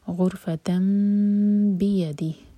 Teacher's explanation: تنوین کے بعد با ہے اس لیے تنوین میم میں چینج ہوئی، تو یہ ہے اقلاب، تو میم کو ہولڈ کریں گے